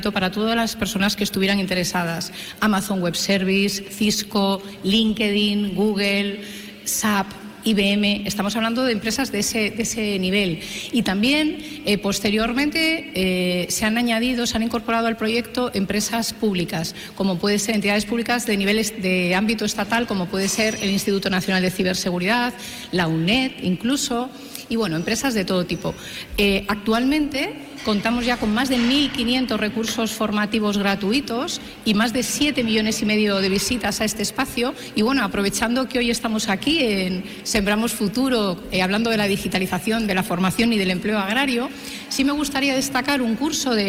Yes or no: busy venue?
yes